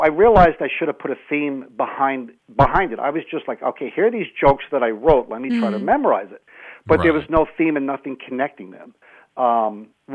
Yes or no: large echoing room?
no